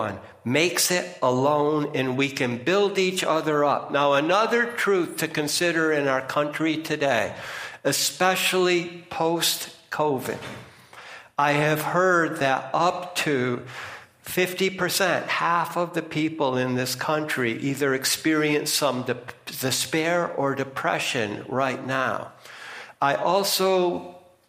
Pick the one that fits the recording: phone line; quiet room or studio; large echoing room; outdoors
large echoing room